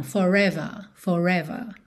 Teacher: O primeiro R é enrolado, for, mas o último não, forever, forever, ok?